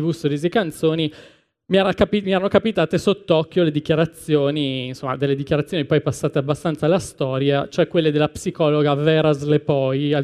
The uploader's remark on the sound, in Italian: Sul palco dell’Anfiteatro Apple in Piazza del Liberty per un evento live speciale, in occasione della Pride Week di Milano.